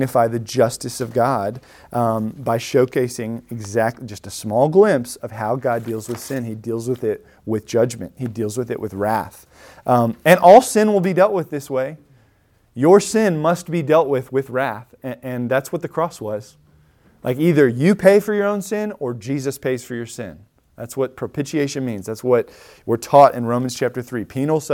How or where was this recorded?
large echoing room